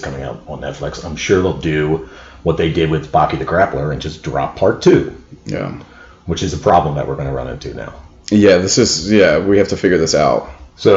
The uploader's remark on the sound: In spite of mic issues.